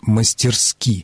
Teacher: орфоэпические словари и словари ударения русского языка единодушно рекомендуют норму с ударением на последнем слоге, именно «мастерски».